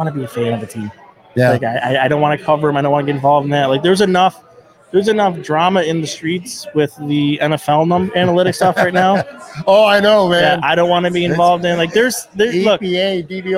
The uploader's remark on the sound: In a conversation shot live from Imperial Pizza in South Buffalo.